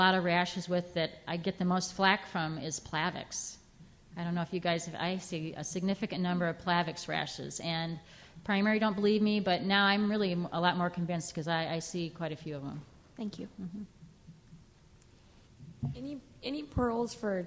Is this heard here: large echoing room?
yes